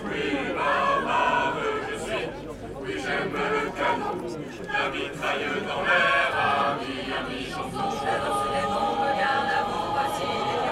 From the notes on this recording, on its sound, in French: Emission Starting Block produite et réalisée par CAMPUS FM TOULOUSE. Enregistrement réalisé dans la campagne tarnaise autour de Coufouleux.